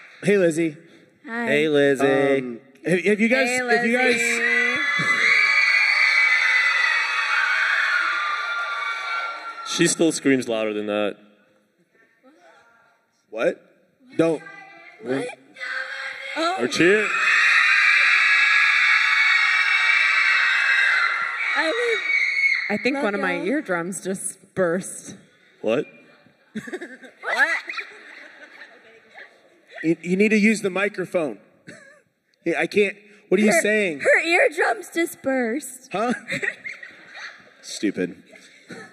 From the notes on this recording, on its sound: LIVE Podcast! - Featuring Students (Kingdom Camp 2023). We spent some time hearing from our campers.